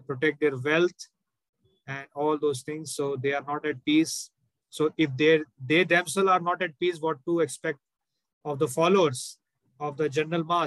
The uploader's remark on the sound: Zoom recorded class